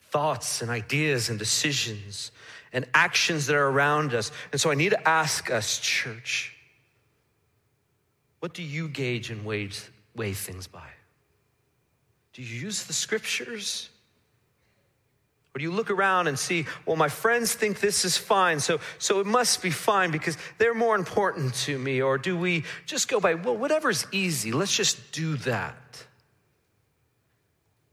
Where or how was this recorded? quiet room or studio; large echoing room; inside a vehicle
large echoing room